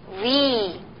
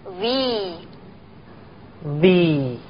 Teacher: 后面是长音 e 而不是 a · Shown in: second take